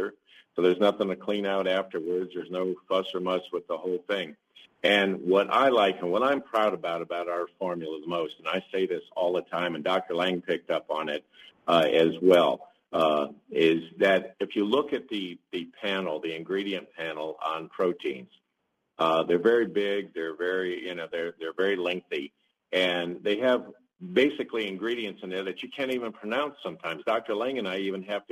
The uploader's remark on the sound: Many live calls in today's show